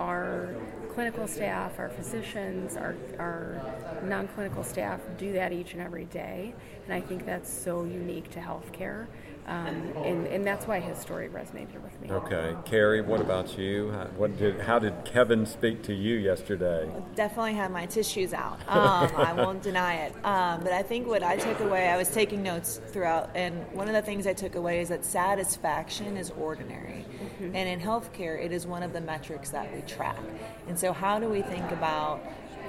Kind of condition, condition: setting, busy venue